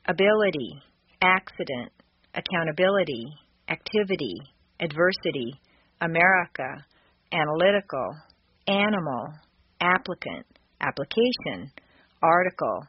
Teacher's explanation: The letter I in the unstressed position devolves consistently into a schwa.